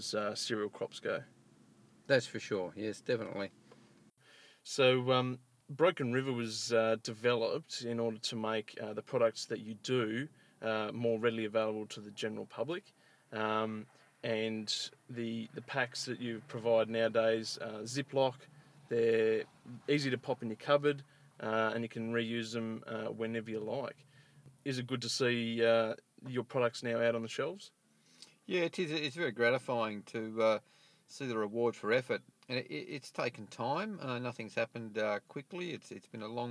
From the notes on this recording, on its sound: Irecorded this interview while we sat in my car using nothing but a lapelmicrophone plugged into my iPhone!